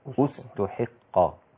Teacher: نبدأ بالضم، نبدأ بها مضمومة فتصير استحق